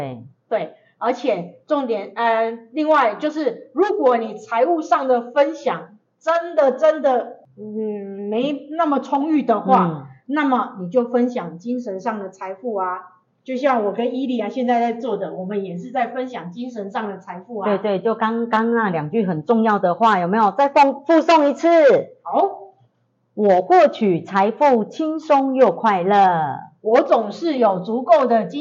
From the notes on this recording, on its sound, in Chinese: 因錄音設備問題，造成錄音品質受到影響出現雜音及干擾。